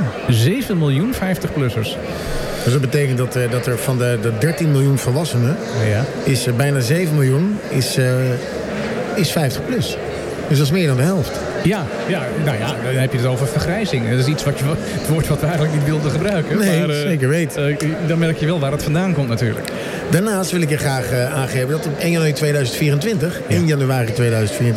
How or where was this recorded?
busy venue